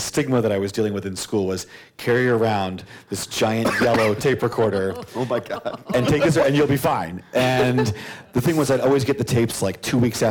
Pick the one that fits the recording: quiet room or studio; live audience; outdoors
live audience